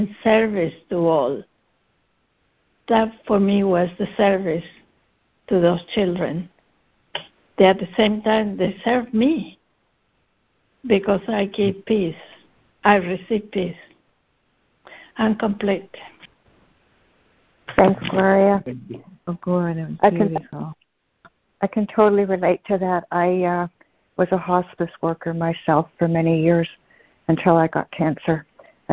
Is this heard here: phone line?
yes